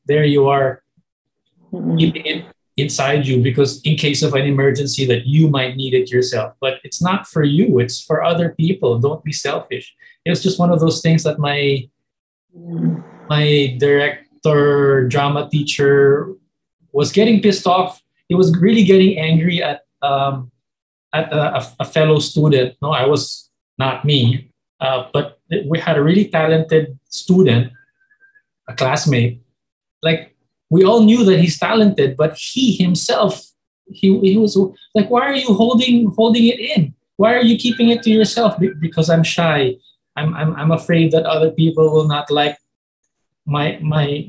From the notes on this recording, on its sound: Zoom call